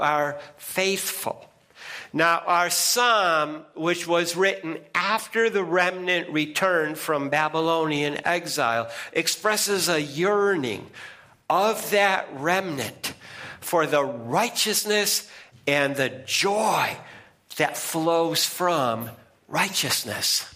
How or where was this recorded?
large echoing room